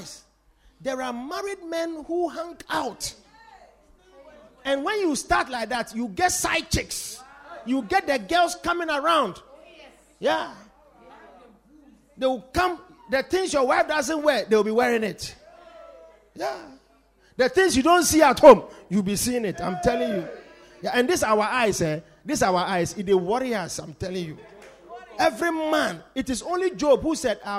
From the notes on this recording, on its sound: Preached at The Supernatural Encounter Service.